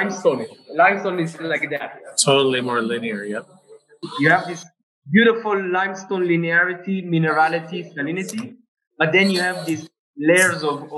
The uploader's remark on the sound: tasted over Zoom